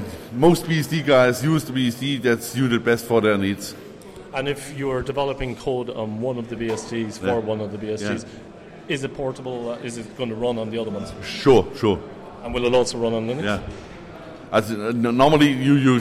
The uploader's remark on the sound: The following are a series of interviews recorded at FOSDEM 2014.